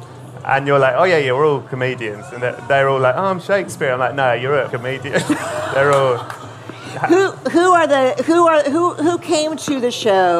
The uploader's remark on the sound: Live at ACL Fest. It’s our first LIVE Unlocking Us , recorded at ACL Fest in Austin, Texas.